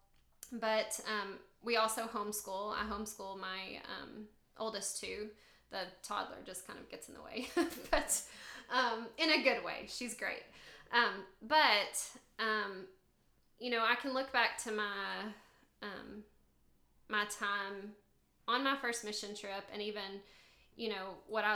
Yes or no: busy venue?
no